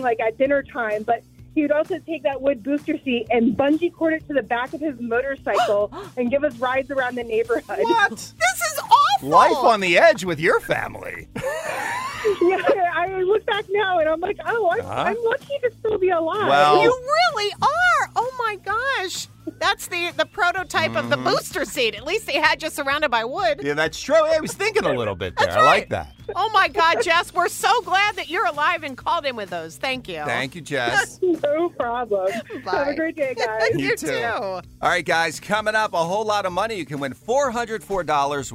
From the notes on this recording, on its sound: Listeners call in throughout the morning to share their outrageous stories from a lenient childhood.